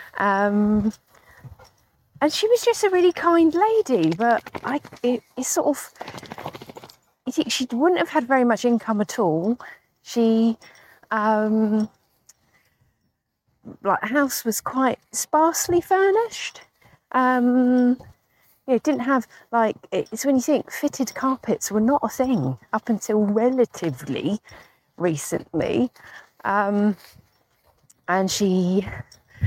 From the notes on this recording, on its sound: This was recorded while I was on a dog walk.